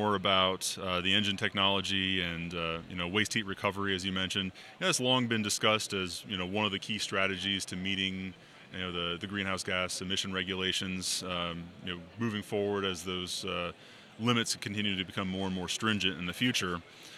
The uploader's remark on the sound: Live from ATA's MCE 2021 show floor.